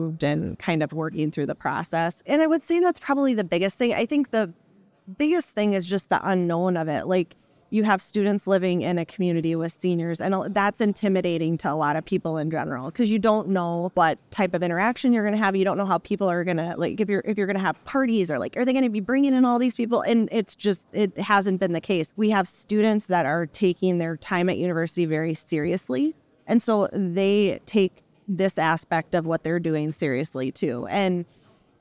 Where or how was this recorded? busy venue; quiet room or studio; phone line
busy venue